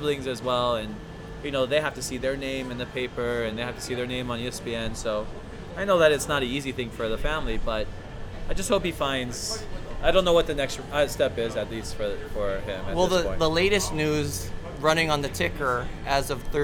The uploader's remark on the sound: The boys come together to do the show live at Agave & Vine in Ala Moana Center.